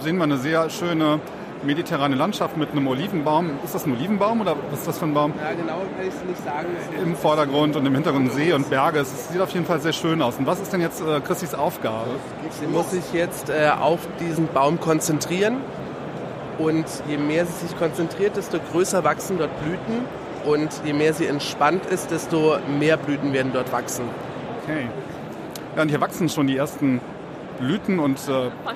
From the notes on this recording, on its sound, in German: waren auf der Learntec in Karlsruhe und haben neben eigenen Eindrücken auch live einige Stimmen von Ausstellern eingefangen.